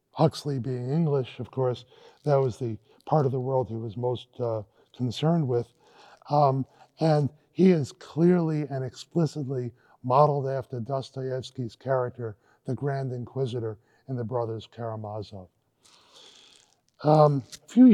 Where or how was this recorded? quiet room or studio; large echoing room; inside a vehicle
large echoing room